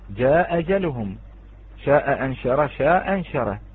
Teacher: يكون حذف من دون نقل كقراءة الإمام أبو عمرو البصري كجاء أجلهم، يحذف الهمزة الأولى